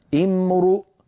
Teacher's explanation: لاحظوا بأن الراء ضمت لأن الهمزة بعدها مضمومة